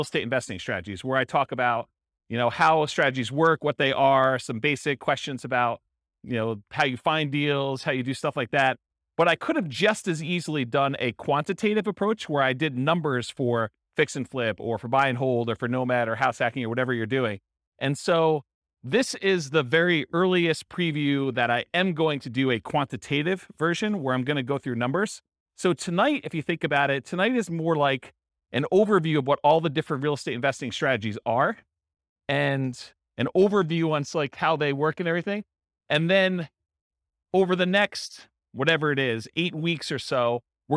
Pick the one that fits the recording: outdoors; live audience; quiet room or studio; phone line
live audience